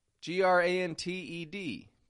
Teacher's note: Now that T is a vanishing T. We find those when N and T are unstressed in the middle of a word. Now, you know that you can learn all about vanishing T's in my video course.